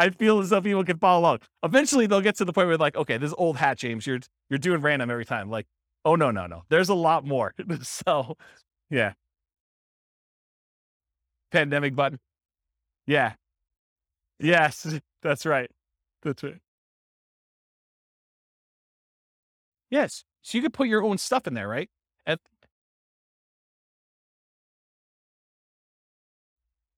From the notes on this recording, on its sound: This was a live class recorded